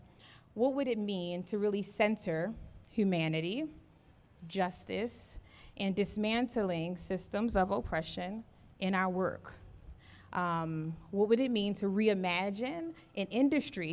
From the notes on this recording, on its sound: At this year's Forum on Workplace Inclusion, The Winters Group, Inc hosted a live podcast recording event.